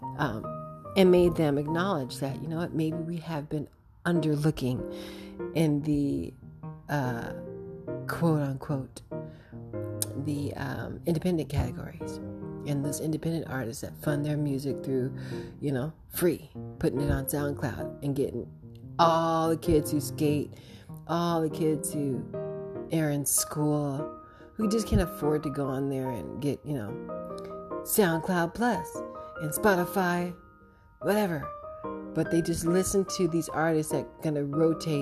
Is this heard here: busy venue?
no